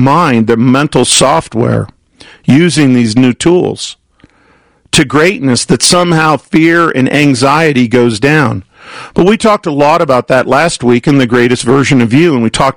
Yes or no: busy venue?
no